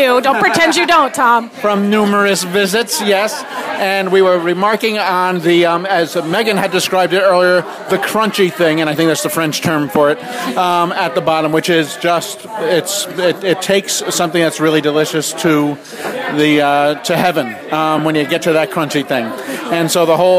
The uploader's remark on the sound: Lead a group of lohud readers on a four-course walking feast through downtown Nyack. The lohudfood crawl stopped at 8 North Broadway, Velo Bistro Wine Bar, Wasabi and Patisserie Didier Dumas.